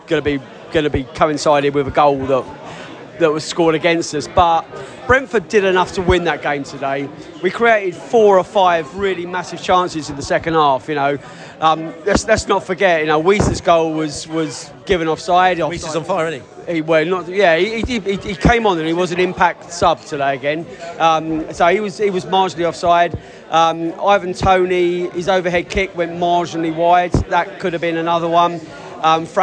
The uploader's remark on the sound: Post-Match Podcast from the Stands. In the Globe after the match.